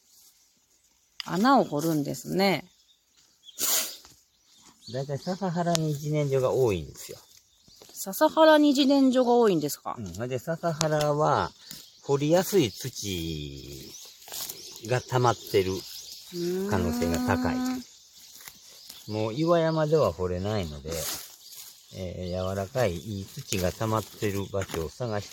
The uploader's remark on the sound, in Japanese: ジネンジョ掘り現場よりレポート from Radiotalk。ジネンジョ掘りの現場よりお届けしています。